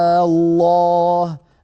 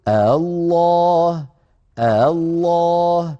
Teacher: نمدها ست حركات على أنه مد لازم كلمي مثقل · Shown in: first take · وإن غيرناها بالتسهيل نقول الله الله هكذا بهمزة بين الهمزة المحققة والفتحة، بين الهمزة المحققة والفتحة الله.